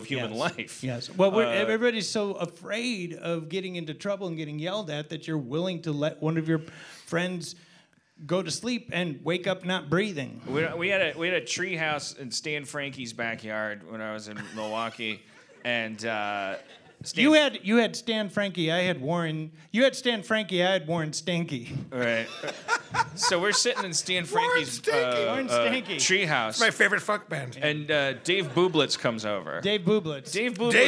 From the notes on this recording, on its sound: Live from The Cradle of Aviation Museum in Long Island, NY.